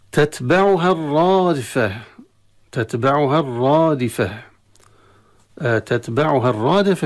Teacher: الرادفة مشددة الراء نتيجة إدغام اللام فيها، وهي مفخمة على الألف